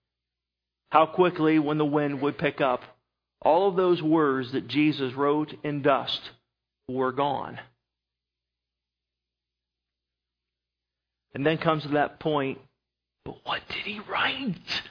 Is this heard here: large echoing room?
yes